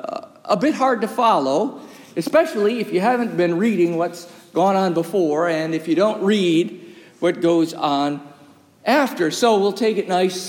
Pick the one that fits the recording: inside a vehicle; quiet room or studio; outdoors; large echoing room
large echoing room